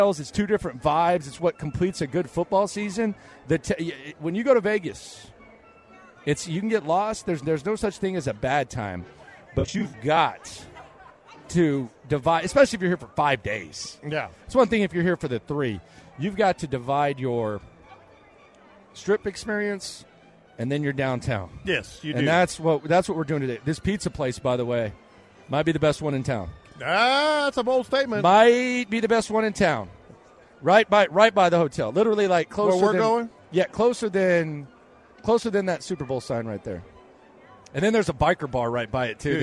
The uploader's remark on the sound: LIVE in Vegas